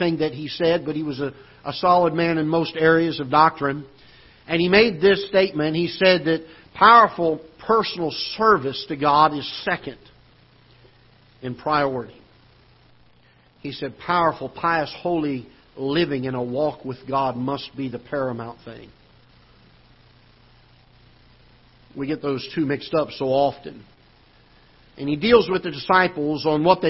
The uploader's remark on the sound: Ketha Heights Baptist Church ~ Live Broadcast.